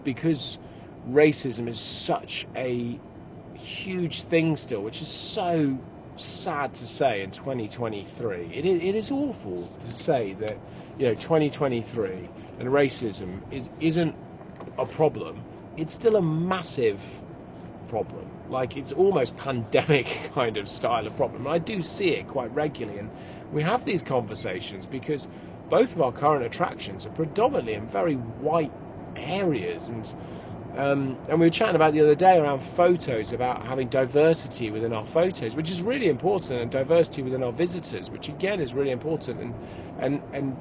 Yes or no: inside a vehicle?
yes